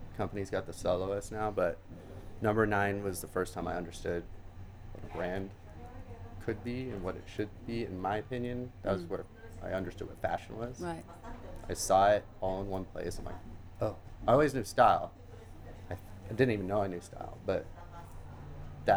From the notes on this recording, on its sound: Recorded at 5 Carlos Place at Frieze Los Angeles